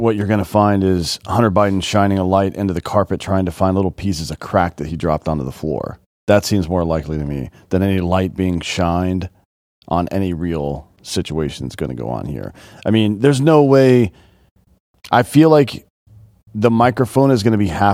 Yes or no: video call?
no